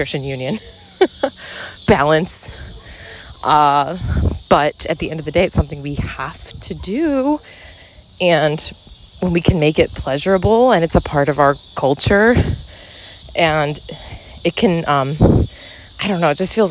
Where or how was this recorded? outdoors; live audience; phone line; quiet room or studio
outdoors